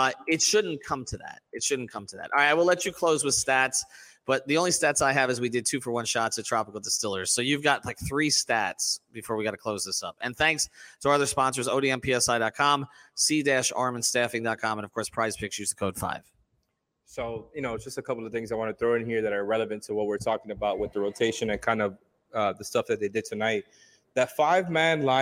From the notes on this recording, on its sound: record live after our watch party at Tropical Distillers in Miami